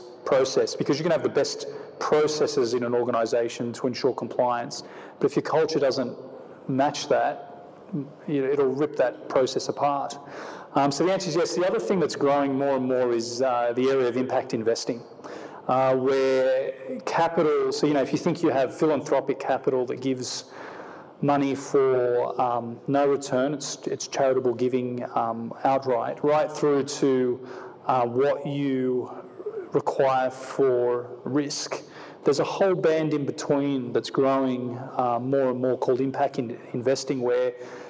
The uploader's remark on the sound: on stage at the Festival of Place